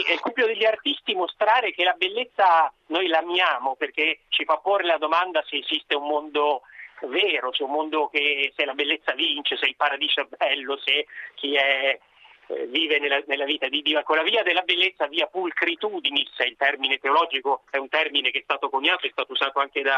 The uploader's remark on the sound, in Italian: Sono nostri ospiti al telefono